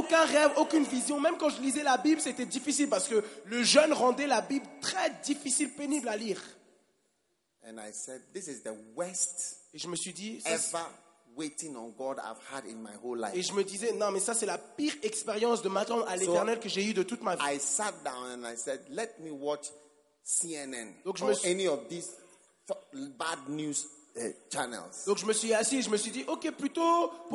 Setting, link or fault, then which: setting, live audience